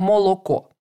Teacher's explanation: Букву «о» нужно проговаривать так, как она пишется. То есть это буква «о», не заменять ее в русском языке на «а». То есть наше слово «молоко» в греческом варианте мы должны четко вычитать как «молоко».